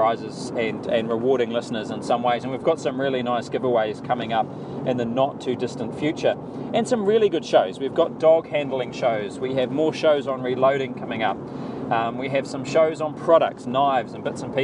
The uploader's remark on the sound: Some audio from a Hunting trip.